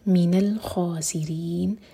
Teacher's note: رو کو باریک رکھیں گے، رو کے نیچے ہے کسرہ